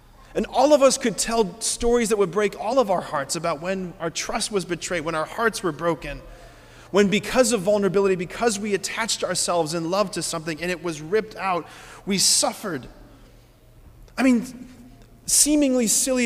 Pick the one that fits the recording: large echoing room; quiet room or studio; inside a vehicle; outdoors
large echoing room